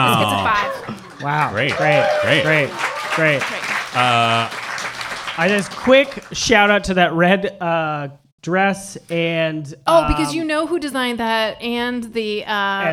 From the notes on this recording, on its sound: Live from Trylon Cinema in Minneapolis in front of a live audience!